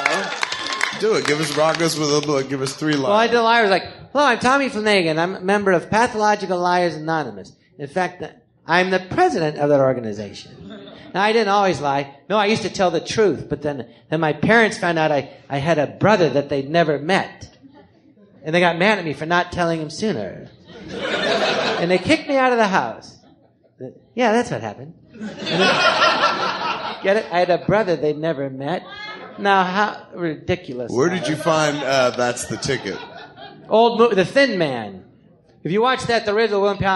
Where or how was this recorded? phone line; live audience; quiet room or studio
live audience